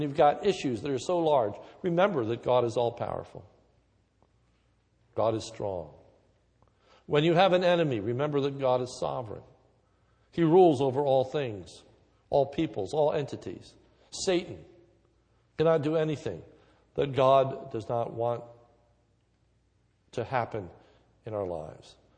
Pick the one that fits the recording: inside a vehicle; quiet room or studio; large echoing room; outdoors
large echoing room